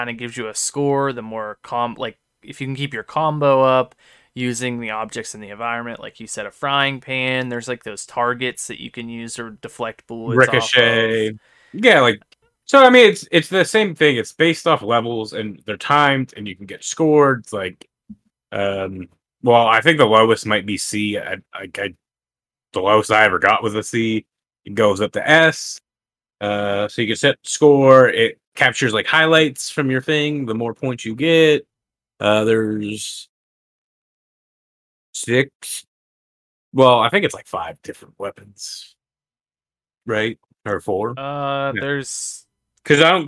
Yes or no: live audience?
no